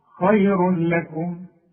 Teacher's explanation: هنا احنا بنقول ادغام، تدغم التنوين في اللام، وما يبقاش عندك غنة، بدون غنة ما تغنش. · Term: ادغام كامل بدون غنة